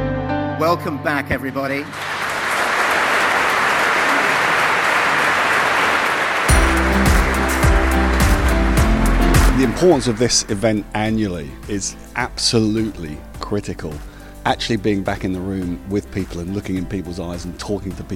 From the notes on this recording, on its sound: This is a special episode of the podcast, hearing from the main influencers, speakers and guests at the first ukactive conference in two years.